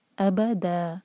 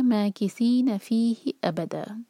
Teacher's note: جب بھی فتح کی تنوین پر ہم آیت اینڈ کرتے ہیں یا پھر ہماری سانس رکتی ہے تب ہم وہاں پر دو حرکہ کھینچ کر رک جاتے ہیں، تو یہاں پر بھی یہ ابدن ہوتا لیکن یہاں رکیں گے تو یہ ہوگا ابدا، دا دو حرکہ.